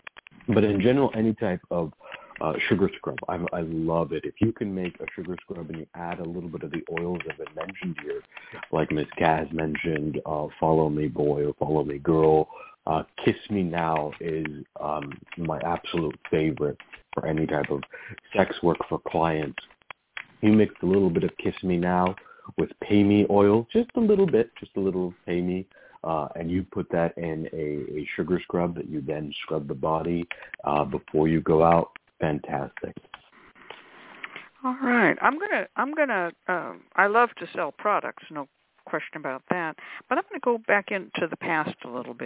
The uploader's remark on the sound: a real, live call-in show